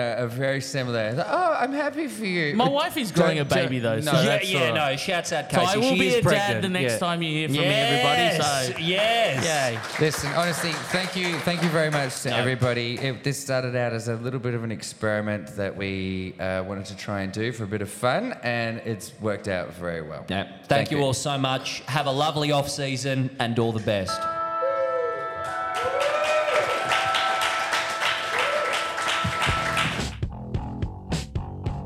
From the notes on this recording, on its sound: We broadcast LIVE from the baysie bowls club, heartland of the SRHL. In front of HORDES OF RAVENOUS FANS.